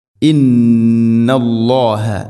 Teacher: ഇന്ന ഗുന്നയുടെ ദൈർഘ്യം രണ്ട് ഹർക്കത്തിൻ്റെ ഖദറാണ്. മഖ്റജ് ഖൈശൂമ്, തരിമൂക്കിൽ നിന്നാണ് ഗുന്നയുടെ ശബ്ദം.